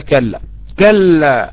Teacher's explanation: الكاف واللام ألف، معروف اللام في التجويد وعند علماء اللغة تخرج من جوانب الفم، والألف جوفية لا يعترضها شيء